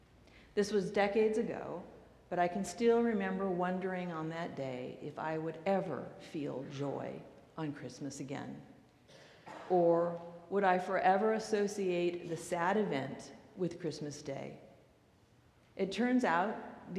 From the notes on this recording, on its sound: recorded live at the 8:00pm Christmas Eve service on Sunday, December 24, 2023.